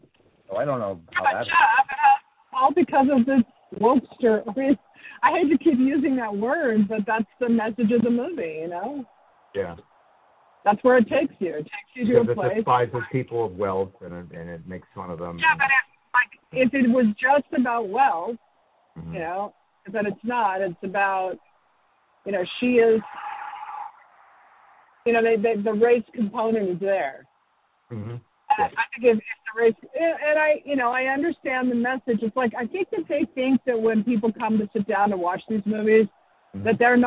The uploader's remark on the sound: Was driving across Colorado as we spoke so the podcast naturally happened over the phone.